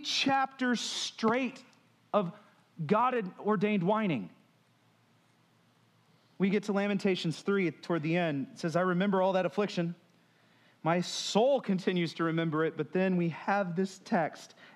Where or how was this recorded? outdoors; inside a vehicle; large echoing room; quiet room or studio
large echoing room